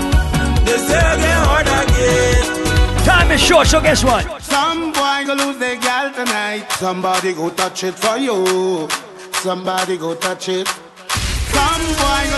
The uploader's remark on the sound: LIVE AT ISLAND SATURDAYS